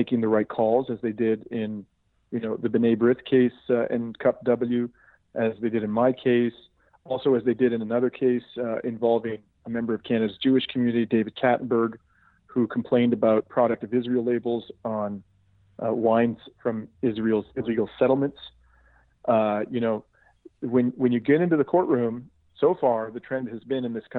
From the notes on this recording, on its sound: I had with me on the phone